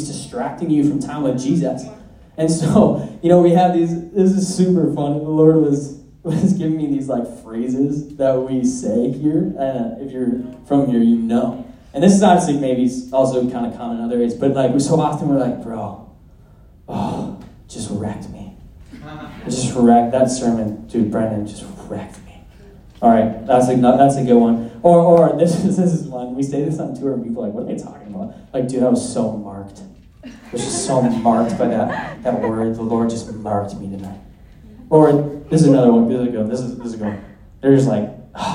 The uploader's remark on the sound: at our Sunday night community gathering